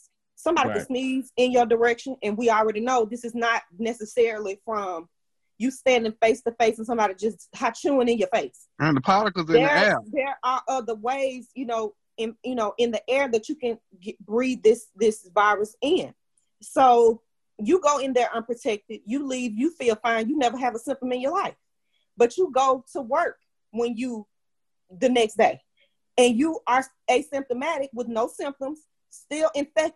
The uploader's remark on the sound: it's our first Zoom Podcast